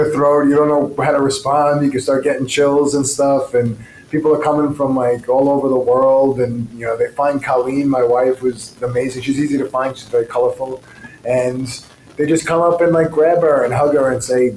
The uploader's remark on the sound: Live at Cannadelic Miami